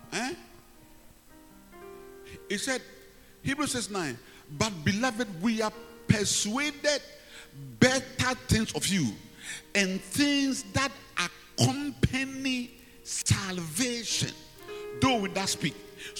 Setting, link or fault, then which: setting, large echoing room